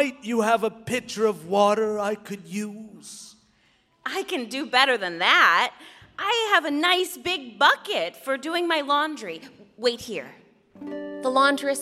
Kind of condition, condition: setting, live audience